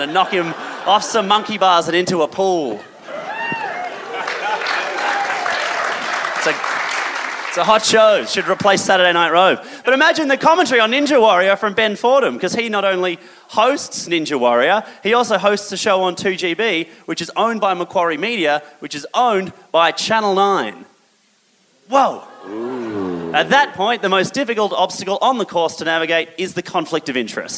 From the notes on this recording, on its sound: This is recorded live at The Street Theatre in Canberra. A huge satire-thirsty crowd turned up for our first ever from the capital.